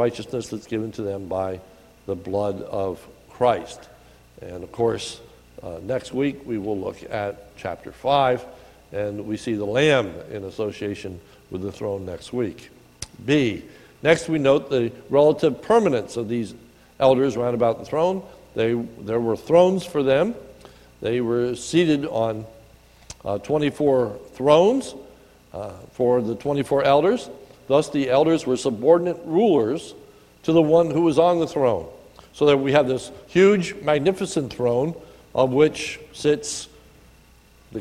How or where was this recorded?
large echoing room